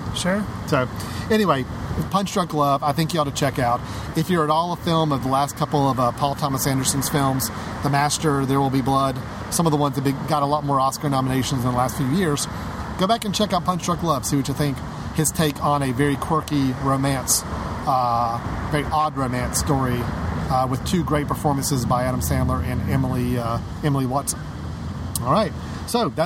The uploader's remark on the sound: Brave the sunlight outside the studio and record in a park…in downtown Winston-Salem, NC...which just so happens to be hosting the 15th Annual RiverRun International Film Festival.